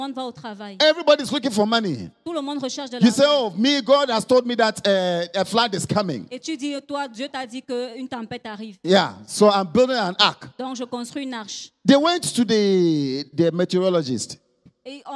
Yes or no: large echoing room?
yes